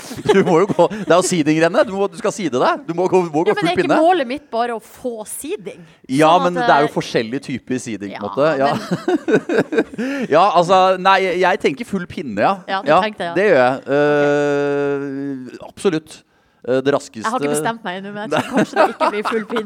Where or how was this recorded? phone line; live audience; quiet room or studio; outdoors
live audience